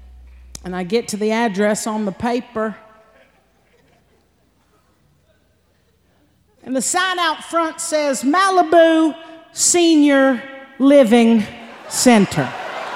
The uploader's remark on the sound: Performed live at The Paramount in Oakland.